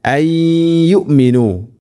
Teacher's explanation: അഫതത്മഊന അയ്യുമിനു, ഇവിടെ മണിക്കണം. സാക്കിനായ നൂനിന് ശേഷം യാ വന്നാൽ ഇദ്ഗാം ബിഗുന്ന, നൂനിനെ യാഇലേക്ക് കൂട്ടിലേപ്പിച്ച് മണിച്ചുകൊണ്ട് ഉച്ചരിക്കണം